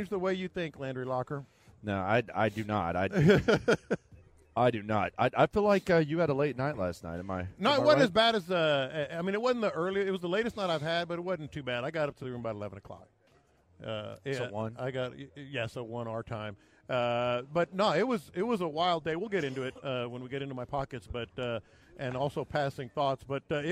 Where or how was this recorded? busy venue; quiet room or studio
busy venue